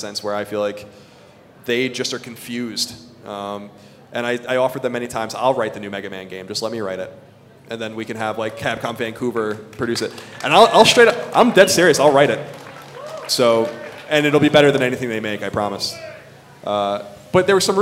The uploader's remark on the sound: went to Denver to do a live show for PlayStation's Road to Greatness!